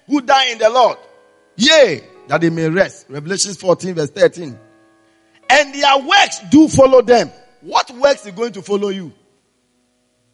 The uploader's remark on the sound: Preached at the Spiritual Encounter Service